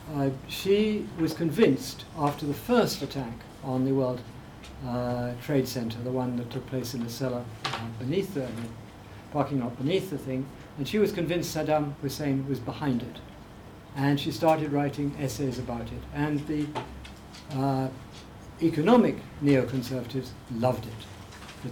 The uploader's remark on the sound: Speaking at the African Athena conference.